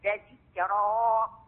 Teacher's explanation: قرأت بتفخيم الراء في ذكرا